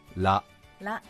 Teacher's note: 舌をそのまま上に上げて上顎にくっつけてのラですねはいちょうど上の前歯の付け根あたりぐらいにそっと舌を押し当てる感じですか · Term: L のラ